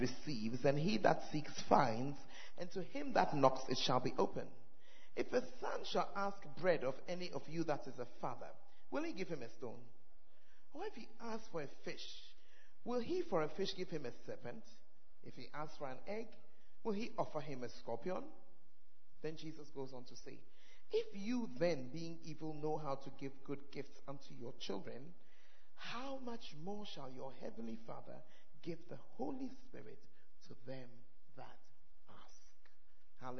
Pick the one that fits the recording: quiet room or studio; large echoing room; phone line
large echoing room